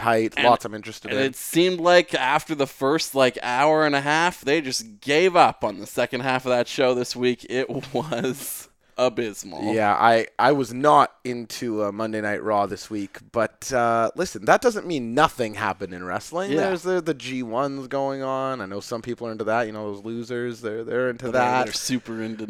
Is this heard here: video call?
no